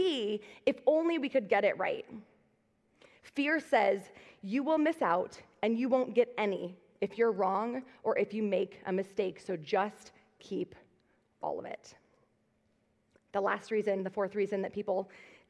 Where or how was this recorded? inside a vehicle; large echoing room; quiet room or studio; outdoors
large echoing room